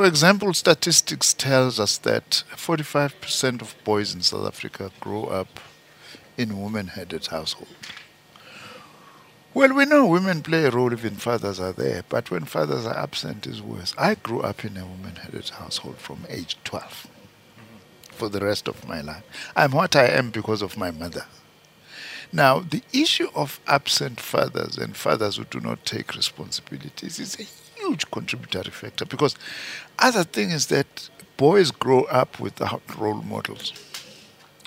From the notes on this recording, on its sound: Live broadcast from Birchwood Hotel in Boksburg where Minister for Higher Education, Science and Innovation is hosting the inaugural Transforming MENtalities Summit.